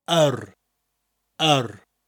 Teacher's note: We start with the r. It starts with an a sound, like you're thinking about something out loud, with a rolling r at the end of it.